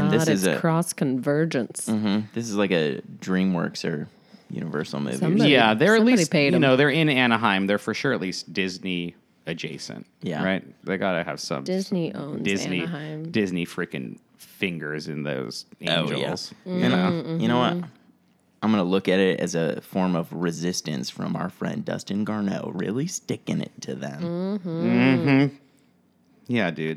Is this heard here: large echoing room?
no